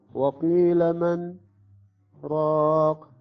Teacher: نسكت على الحرف مقدار حركتين، مقدار ثانيتين، وثم نستمر بالقراءة ولكن بدون أخذ النفس، بدون أخذ النفس. · Term: السكت